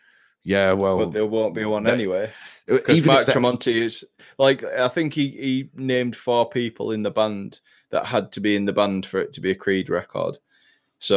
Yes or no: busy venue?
no